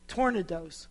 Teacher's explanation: And the accent's on the first syllable.